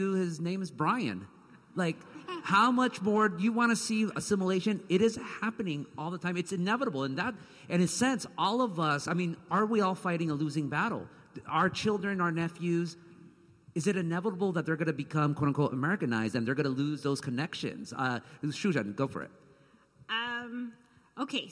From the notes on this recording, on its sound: This event was streamed live from The Soraya at California State University, Northridge on March 16, 2022